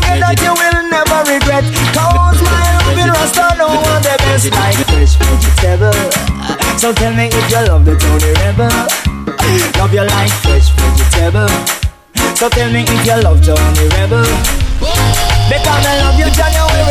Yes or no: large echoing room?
no